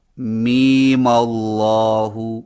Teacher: میم کو زبر دے کر کچھ کھینچ کر پڑھنا، یعنی بقدر ایک الف